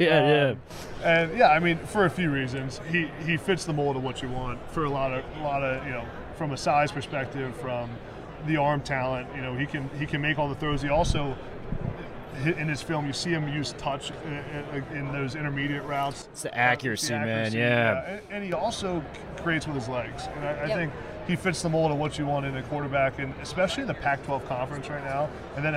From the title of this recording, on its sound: Live From Super Bowl Radio Row